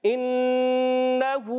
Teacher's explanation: انہو یہاں پر بھی پیارے بچوں نون مشدد آنے کی وجہ سے ایک الف کا غنہ کریں گے